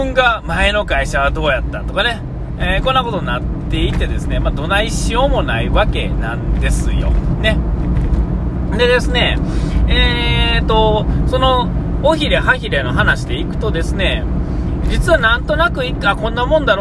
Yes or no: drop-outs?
no